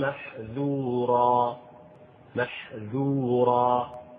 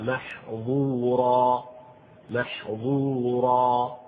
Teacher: نصح بإظهار الانفتاح في الذال · Shown in: first take · للتفريق في محذورا، محذورا.